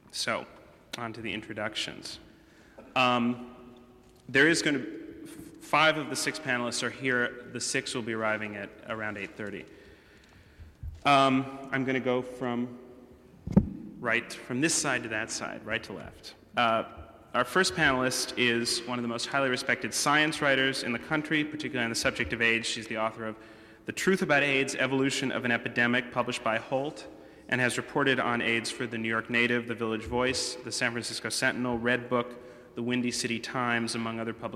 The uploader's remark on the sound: There is a very involved Q&A portion of this event.